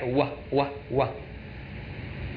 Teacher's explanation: The Vav in ancient times was pronounced not V as we do in modern Hebrew, but something more like Wah